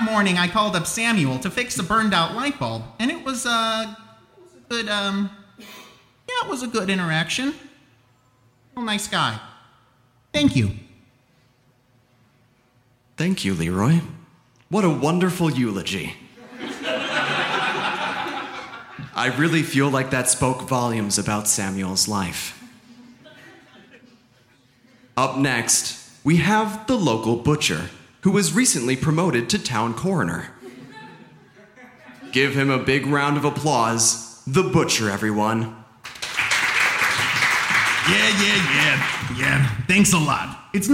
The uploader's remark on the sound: The Live Funeral at Chicago Podcast Festival 2018. Performed at the 2018 Chicago Podcast Festival.